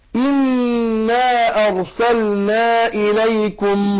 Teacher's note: هنحقق الهمزة مرققة، واخد بالك، وتخرج من اقصى الحلق